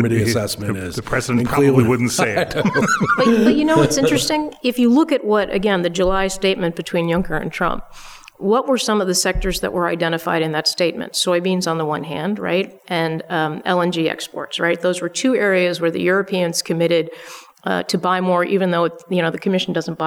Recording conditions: live audience